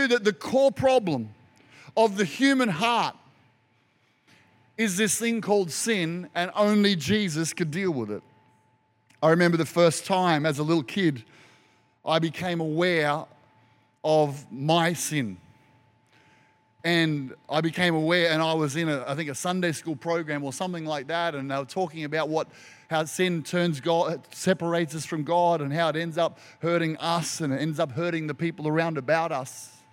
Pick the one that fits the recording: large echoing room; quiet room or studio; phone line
large echoing room